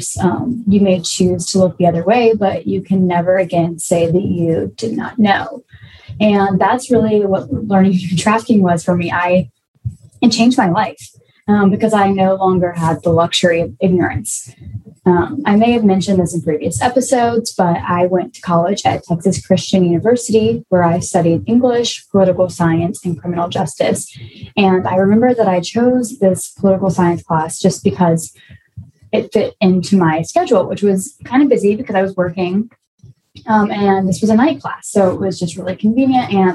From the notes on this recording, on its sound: We recognize there are some impurities that come with recording over video communications and we are thankful for the law school team’s efforts around editing these episodes.